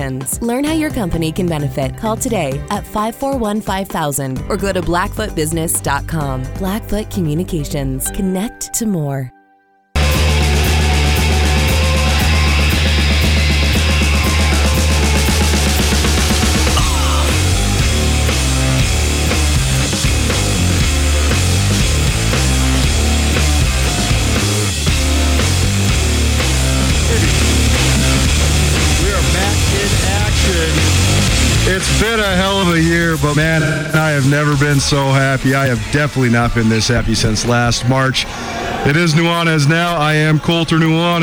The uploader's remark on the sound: Live from Boise. Live from the Big Sky Tournament in Boise, Idaho.